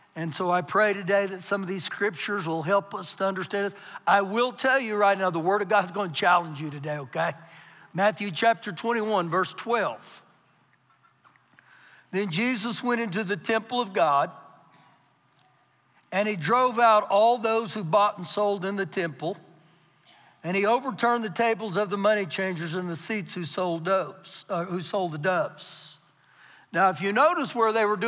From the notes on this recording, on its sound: Recorded live during our Sunday morning service